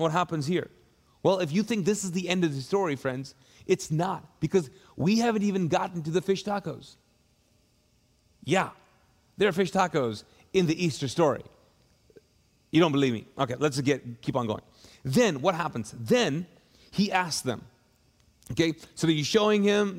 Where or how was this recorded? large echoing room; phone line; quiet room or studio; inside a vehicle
large echoing room